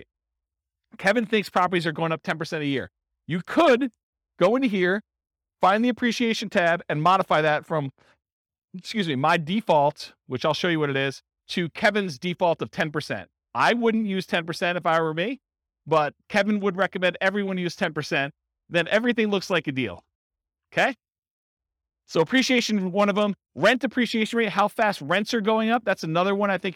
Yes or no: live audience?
yes